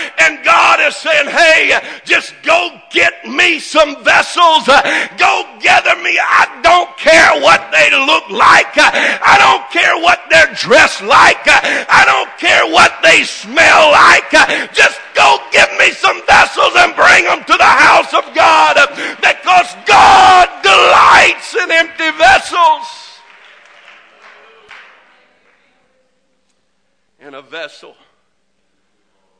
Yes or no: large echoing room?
yes